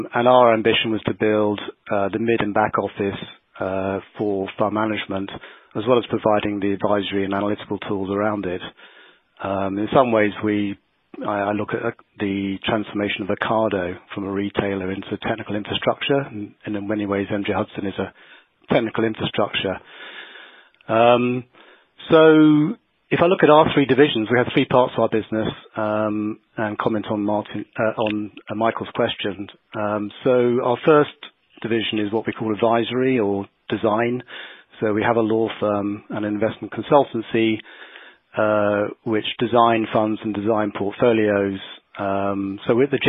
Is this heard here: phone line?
yes